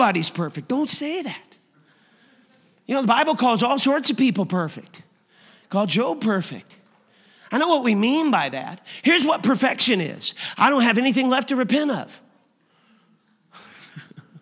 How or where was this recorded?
large echoing room